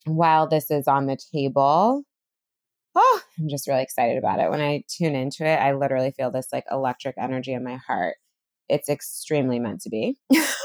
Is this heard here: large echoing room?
no